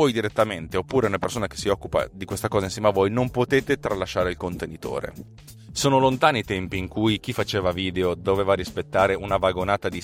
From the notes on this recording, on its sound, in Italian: Un nuovo programma di pulizia audio per farvi sentire TechnoPillz sempre meglio nonostante sia registrata in un'automobile che corre e va!